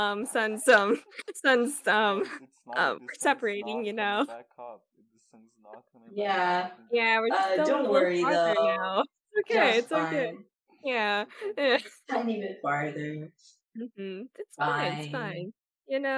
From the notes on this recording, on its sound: I just realized my mic was low af wtf guys come.